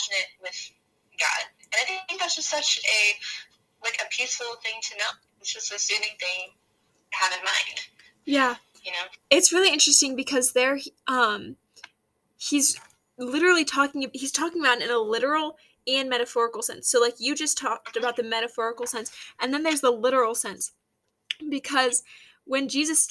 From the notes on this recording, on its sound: Welcome to Cozy Convos in the Car!